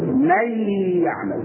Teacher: يصبح الحرفان ياء مشددة تغني مقدار حركتين